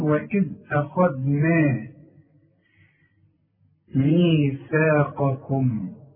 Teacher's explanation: الخاء مفخمة، الدال مرققة، النون كمان مرققة، اذا ما نقولش اخذنا، هنقول واذ اخذنا ميثاقكم.